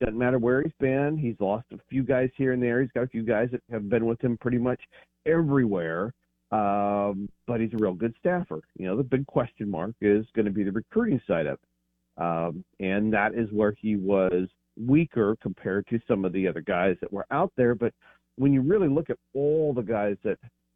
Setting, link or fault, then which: link, phone line